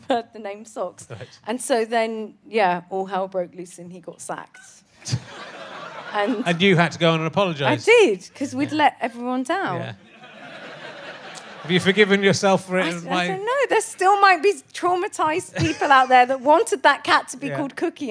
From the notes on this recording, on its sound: chats with a secretive journalist in his audience